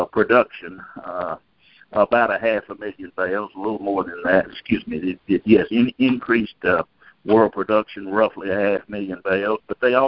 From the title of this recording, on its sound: July 2021 Monthly Conference Call